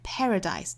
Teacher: 注意它的重读音节在第一个音节哈